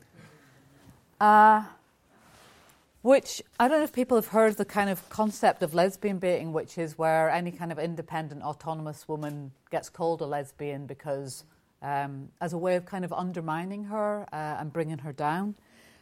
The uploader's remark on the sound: On the 11 February 2017, The National Archives hosted a range of talks for 'OUTing the Past: the National LGBT History Festival'. In this talk recorded from the festival.